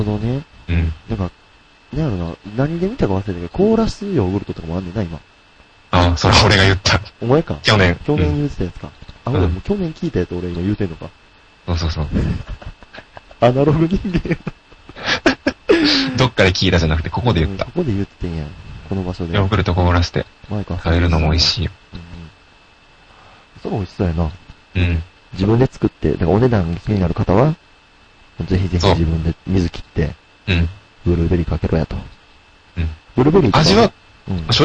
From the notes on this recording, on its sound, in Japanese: 楽しく話をしていますが、録音ミスで音割れがひどいです。